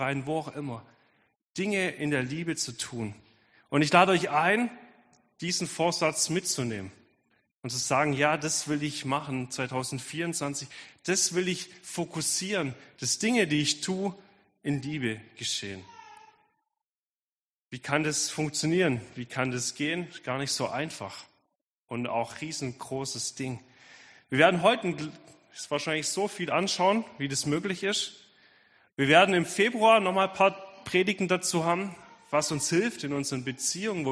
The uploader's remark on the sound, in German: Predigt der Sueddeutschen Gemeinschaft Ditzingen